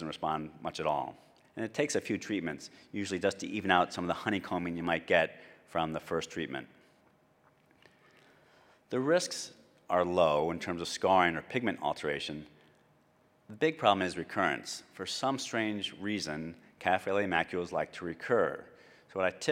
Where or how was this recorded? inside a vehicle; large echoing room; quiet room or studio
large echoing room